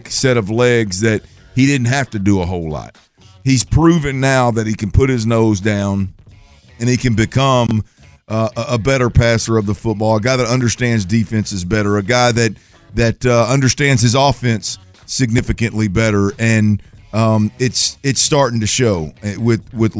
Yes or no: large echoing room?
no